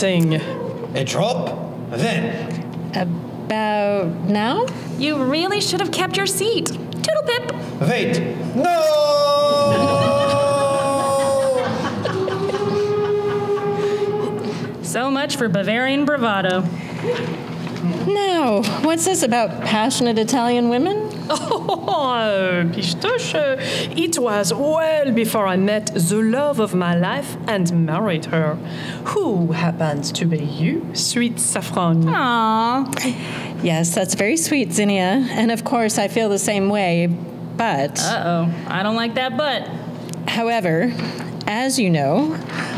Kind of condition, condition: setting, live audience